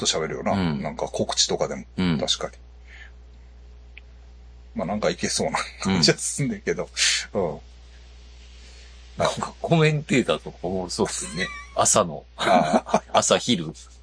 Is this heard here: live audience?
no